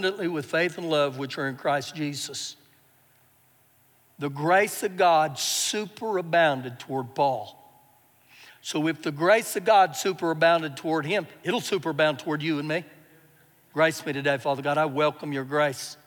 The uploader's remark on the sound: Recorded live during our Sunday morning service